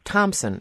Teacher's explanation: Well, it has two syllables. It has the strong emphasis or an emphasis that begins on the first syllable with a softer stress on the second syllable.